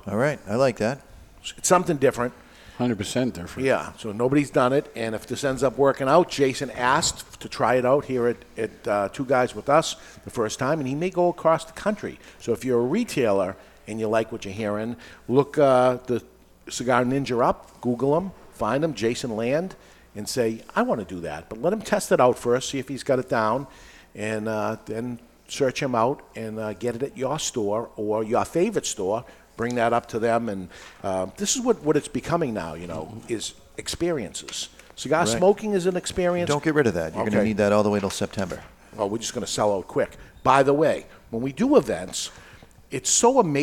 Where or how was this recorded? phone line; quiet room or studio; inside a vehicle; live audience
live audience